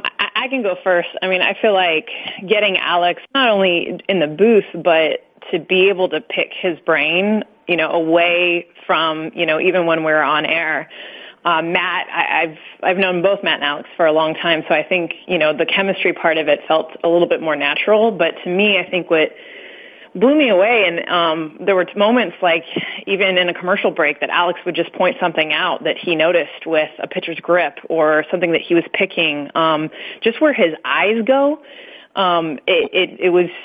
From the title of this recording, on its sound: MLB Conference Call